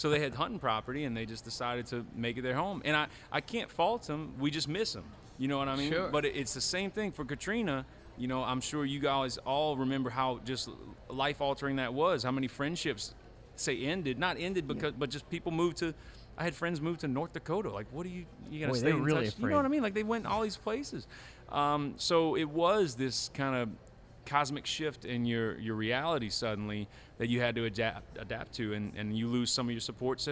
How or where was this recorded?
busy venue